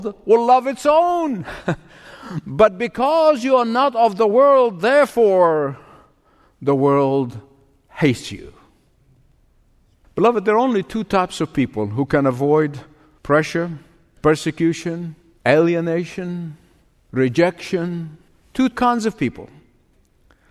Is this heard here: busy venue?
no